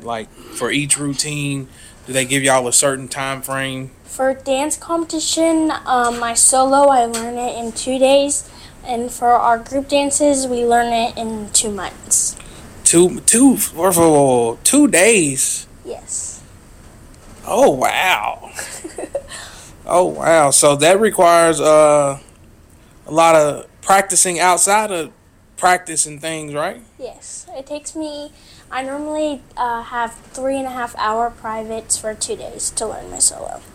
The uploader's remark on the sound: live from the middle of the ocean on the Carnival Freedom ship